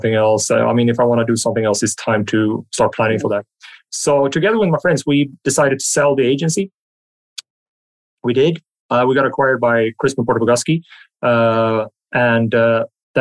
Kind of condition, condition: link, video call